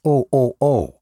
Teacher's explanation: they don't pronounce the H, so it's more of a O, O, O